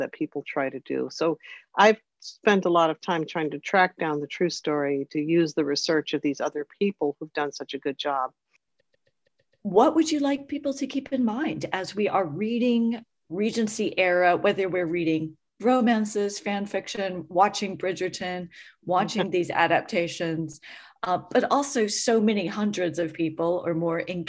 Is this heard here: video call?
yes